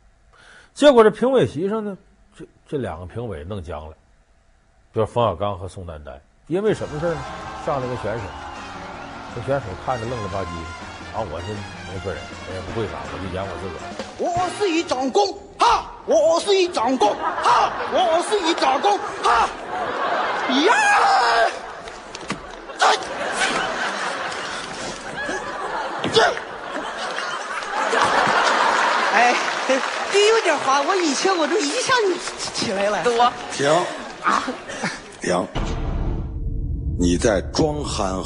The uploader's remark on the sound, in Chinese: 還有聽故事的觀眾